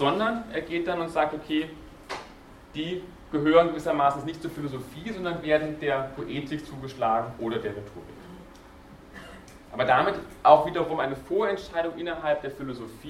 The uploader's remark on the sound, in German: Diese Vorlesung wurde von Studierenden aufgenommen